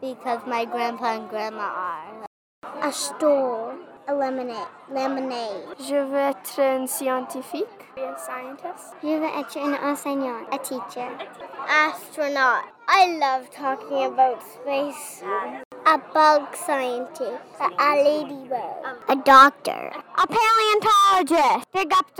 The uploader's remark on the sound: 5 Second Interviews at Science Rendezvous. Do 5-second interviews with kids attending Science Rendezvous.